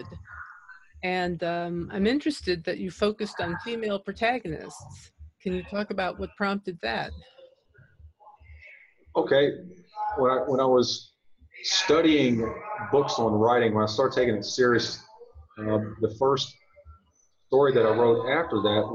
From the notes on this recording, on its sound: You'll probably hear a lot of background noise, but let's hope for the best.